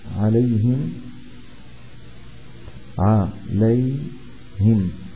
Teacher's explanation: يصلونها بواو، فالواو ساكنة والميم ساكنة، لا بد من ضم الميم من أجل الواو فتصير عليهم عليهم، فهذه ميم الجمع لا روم فيها لو وقفنا